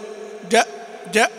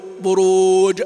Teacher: يخلط صوت القلقلة بهمزة · Shown in: first take